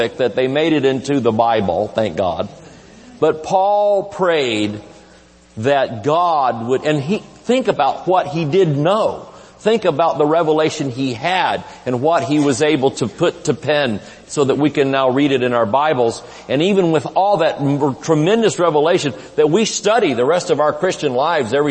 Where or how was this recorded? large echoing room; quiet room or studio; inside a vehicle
large echoing room